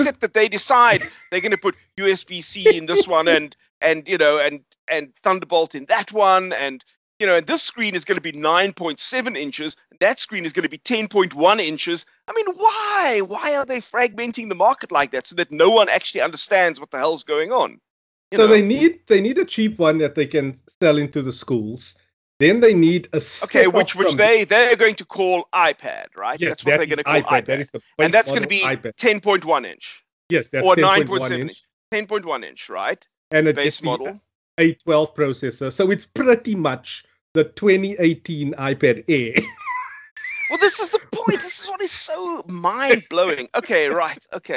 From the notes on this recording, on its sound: Recorded via Skype